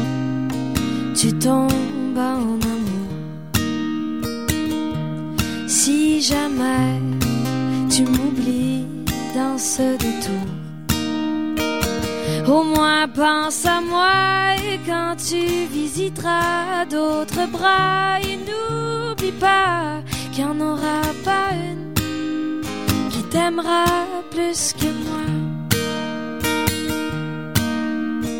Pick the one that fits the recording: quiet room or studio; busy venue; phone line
busy venue